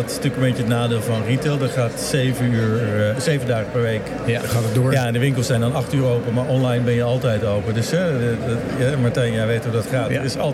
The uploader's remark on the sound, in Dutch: nu live vanuit de bruisende ambiance van de 50PlusBeurs in de Utrechtse Jaarbeurs